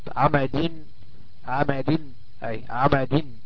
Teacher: دال مكسورة وبعدها نون تنطق ولا تكتب · Term: منونة بالكسر